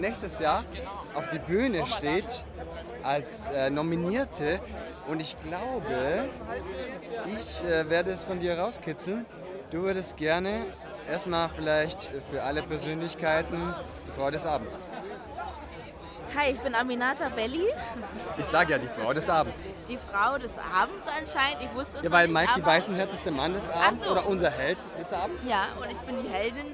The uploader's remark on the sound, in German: Hinter den Kulissen des Deutschen Podcast Preis 2022 (Inkl. Live-Interviews). Live-Interviews* in der Aftershow-Party.